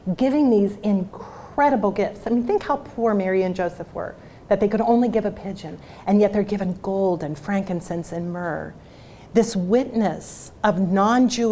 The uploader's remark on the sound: talk was part of the Student Leadership Conference at Franciscan University of Steubenville